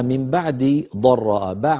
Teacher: ضراء الضاد من حافتي اللسان اليمنى أو اليسرى أو منهما معا، فالدال من طرف اللسان الأمامي، الضاد من الحافتين أو من إحداهما